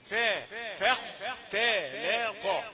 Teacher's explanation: عندنا الفاء مرققه والخاء مفخمه